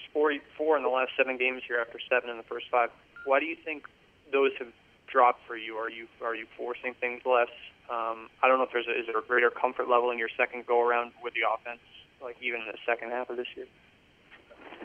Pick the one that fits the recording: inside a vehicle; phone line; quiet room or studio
phone line